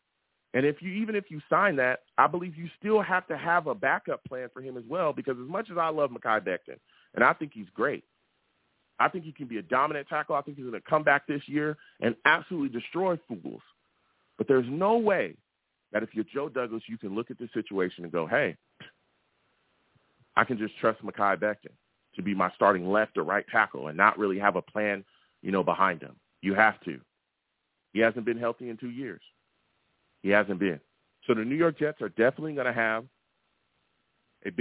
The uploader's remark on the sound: Live at 7pm eastern. I take live callers!